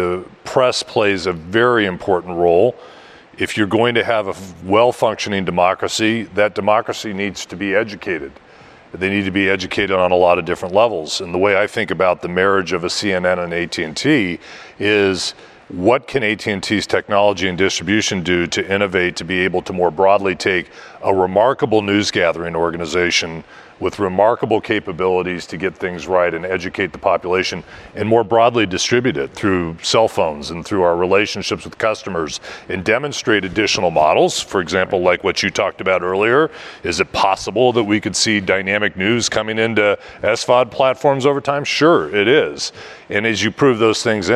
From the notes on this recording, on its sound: taped during the Vanity Fair New Establishment Summit